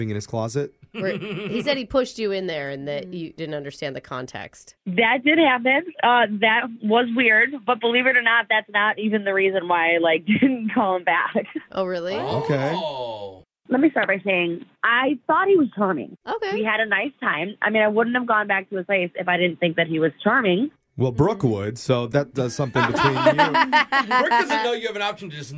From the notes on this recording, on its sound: The guy on the phone today.